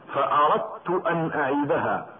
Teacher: والإدغام هو جعل الحرفين حرفا واحدا مشددا كالثاني هكذا فأردت أن أعيبها. تأمل أصبح الحرفان تاء واحدة مشددة · Term: إدغام الدال الساكنة